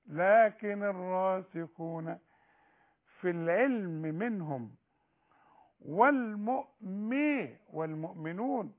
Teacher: الراء المفتوحة أعلى درجات التفخيم الراء اللي هي مفتوحة وبعدها ألف